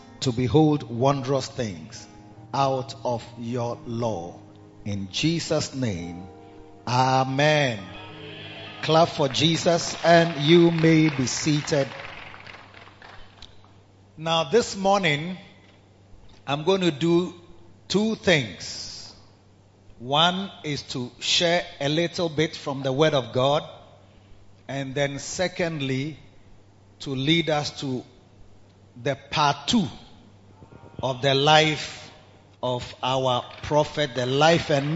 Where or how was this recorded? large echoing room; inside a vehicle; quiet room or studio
large echoing room